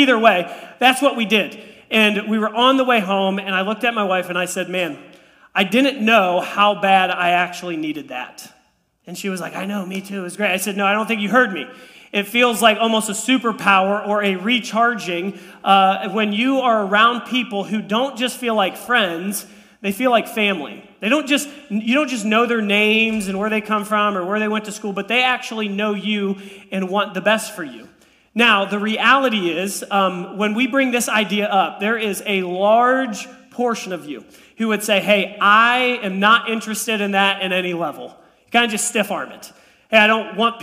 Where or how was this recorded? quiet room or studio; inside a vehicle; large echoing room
large echoing room